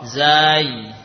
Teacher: Panjangkan dulu zai, baru ketemu ya sukun.